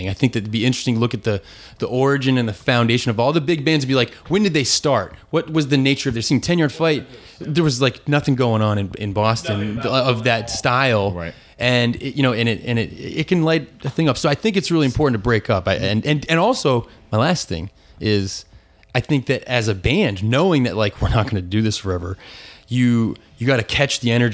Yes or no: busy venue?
yes